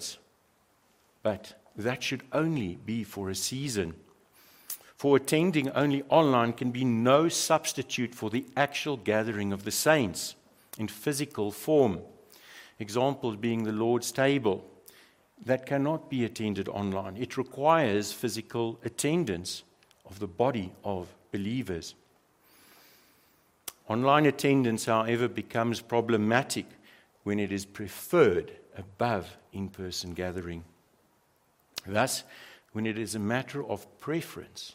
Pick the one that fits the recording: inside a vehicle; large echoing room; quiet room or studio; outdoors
large echoing room